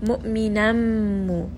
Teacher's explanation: just have like a strong jerk on the hamza